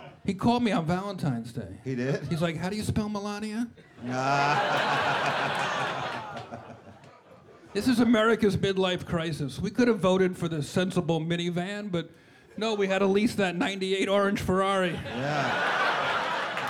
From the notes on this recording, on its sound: In a three-part event that sees the good friends roasting each other, the audience and special guests. Spends a three-day weekend at New York's Comedy Cellar flinging barbs in front a live audience, some of whom take the brunt of their jokes.